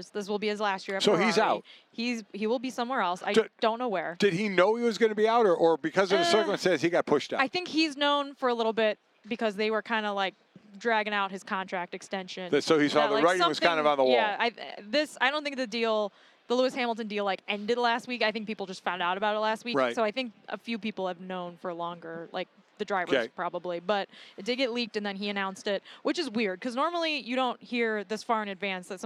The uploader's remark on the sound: Joins from Radio Row in Vegas